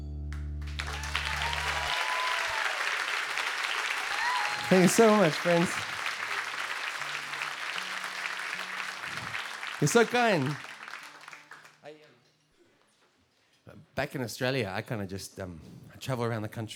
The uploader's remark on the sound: Full Set Live at Nashville Sunday Night